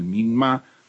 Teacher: Creo que se acentúa en la A final